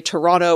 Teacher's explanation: in unstressed words, if you have a T or D after an N, it often gets deleted